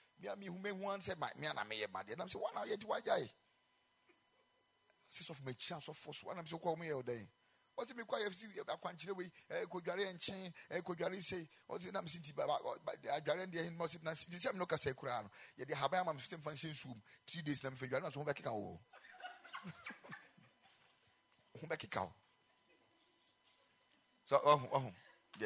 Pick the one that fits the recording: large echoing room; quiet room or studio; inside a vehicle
large echoing room